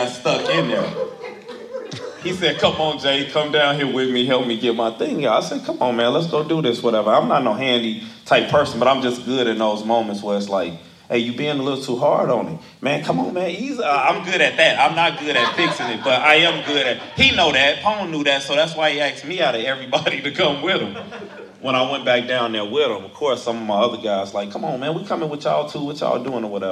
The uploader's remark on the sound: from Live Event